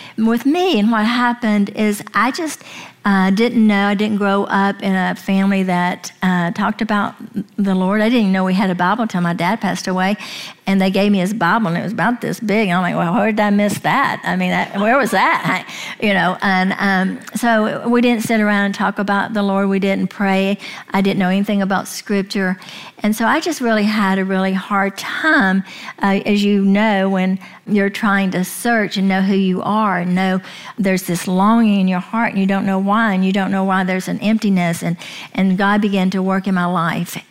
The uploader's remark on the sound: we share a live session from the 2022 Breathe Retreat